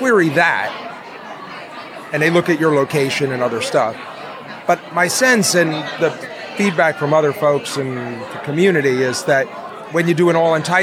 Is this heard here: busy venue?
yes